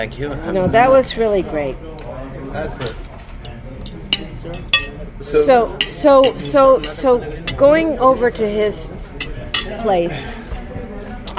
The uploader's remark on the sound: Recorded over dinner in NYC.